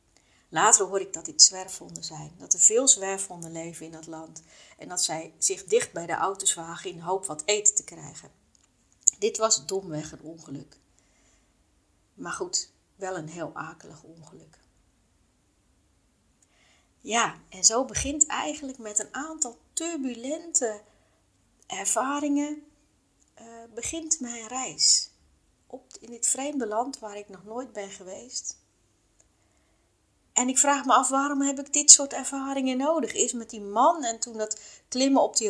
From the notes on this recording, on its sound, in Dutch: Deze aflevering heb ik spontaan opgenomen met mijn mobiel, zonder pop filter. En ja, dat hoor je (een beetje).